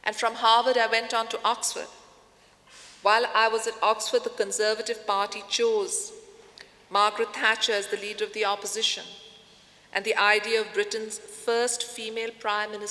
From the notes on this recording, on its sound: In this video podcast, recorded at the 2000 International Achievement Summit in London, England. The Academy's student delegates.